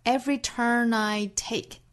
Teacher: turn 和 I 之间连读有小 n 的音带出来